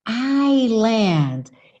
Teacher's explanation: Esse S não existe